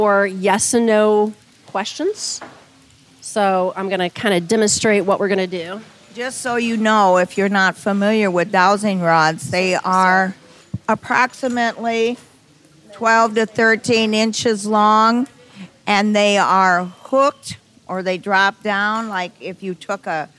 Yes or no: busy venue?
yes